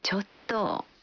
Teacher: इसकी अंतिम ध्वनि को लंबा खींचते हुए हल्की आवाज में बोलने का भाव है कि आप हिचकते हुए मना कर रहे हैं। तो मना करने के लिए आप बोलेंगे चोट्टो।